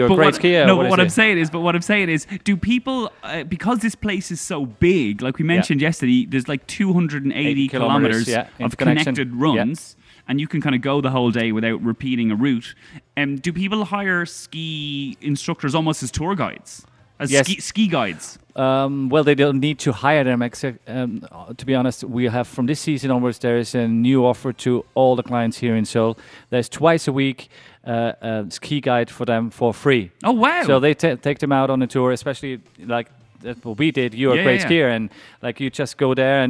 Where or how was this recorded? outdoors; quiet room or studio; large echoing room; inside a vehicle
outdoors